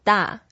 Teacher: fourth tone. So we go down.